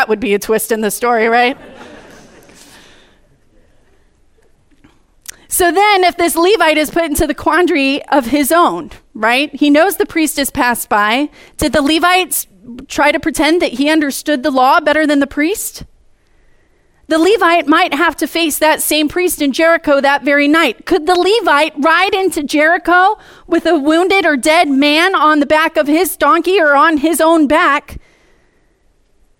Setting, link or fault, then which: setting, large echoing room